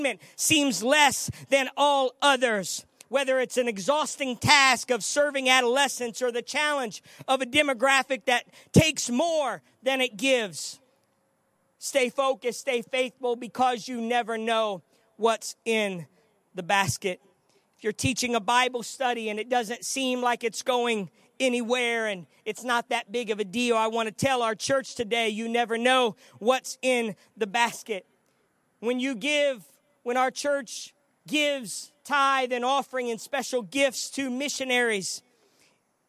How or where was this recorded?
large echoing room